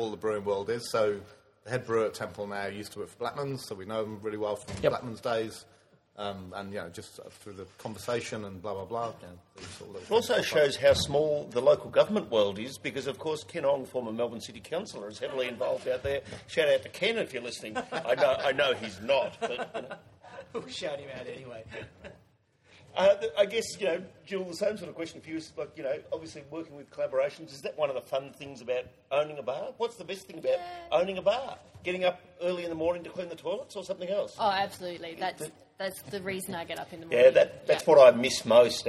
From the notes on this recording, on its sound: In front of a great live audience. Live at Masterson’s. As ever with a live show there are a few audio issues to deal.